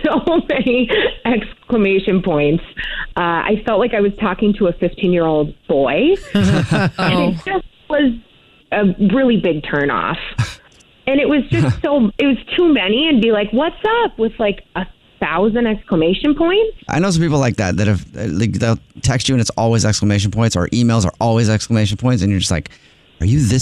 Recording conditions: phone line